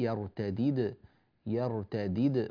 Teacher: نحتاج هنا أيها الأخ الحبيب إلى قلقلة الدال، يرتدد يرتدد ولا تقول يرتدد منكم.